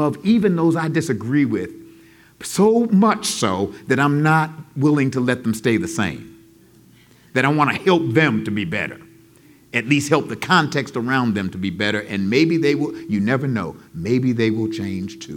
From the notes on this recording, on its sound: In this final podcast episode from our live show at Rooted in Jesus in Atlanta. Answers questions from our audience.